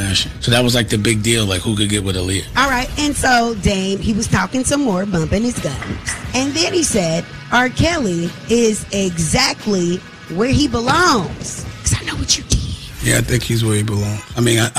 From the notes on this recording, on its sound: went live from the Breakfast Boys in Atlanta!